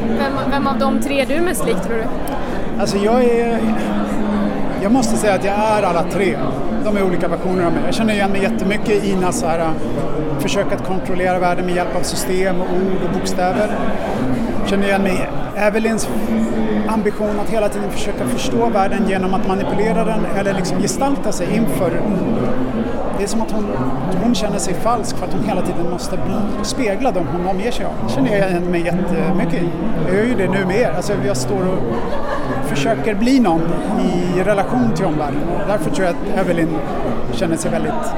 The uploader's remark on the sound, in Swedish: Bokmässan. I folkmyllret bland montrar och böcker där vi fångat röster från lässugna besökare, skribenter och arrangörer.